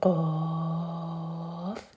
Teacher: قاف ہم 6 حرکہ کھینچیں گے، مد لازم ہے. تو قاف.